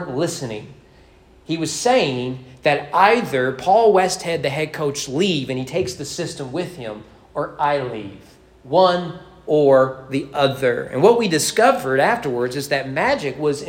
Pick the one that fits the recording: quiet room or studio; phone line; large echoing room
large echoing room